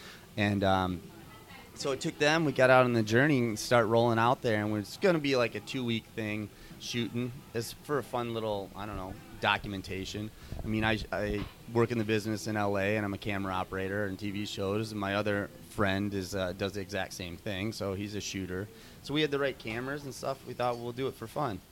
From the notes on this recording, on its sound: at the Kew Gardens Festival of Cinema Filmmakers Lounge at Ateaz Organic Coffee & Tea